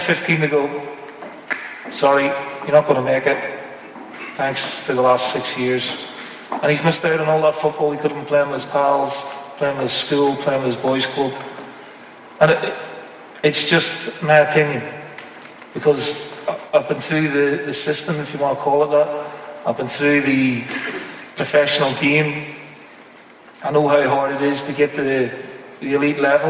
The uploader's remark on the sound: Live: The Q &